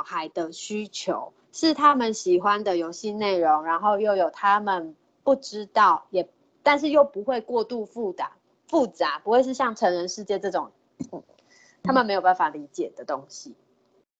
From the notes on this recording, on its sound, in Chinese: 此為線上課程錄音檔